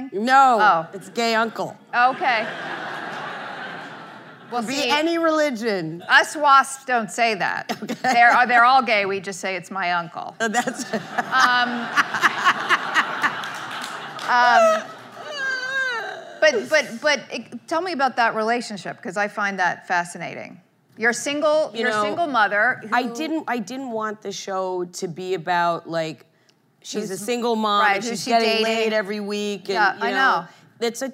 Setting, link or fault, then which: setting, live audience